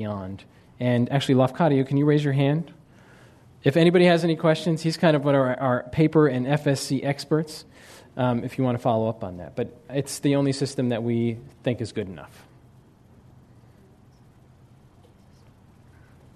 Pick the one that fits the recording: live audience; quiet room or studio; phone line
live audience